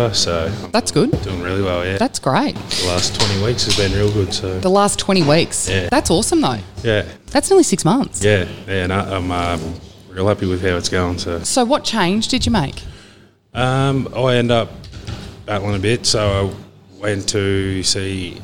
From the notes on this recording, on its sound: To sit in the cafe and bare their souls in front of a microphone